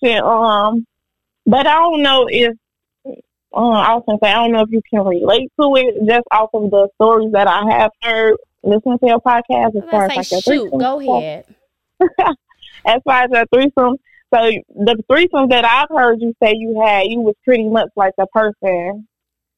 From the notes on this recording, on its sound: Another call in episode with a listener